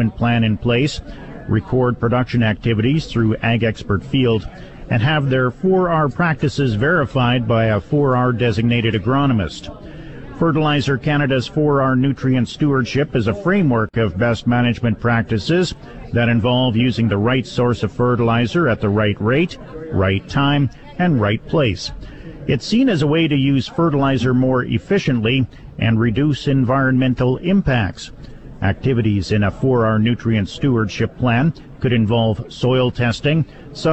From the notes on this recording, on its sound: It's Day 3 of the Western Canadian Crop Production Show in Saskatoon. Bring you Sask Ag Today live from the show.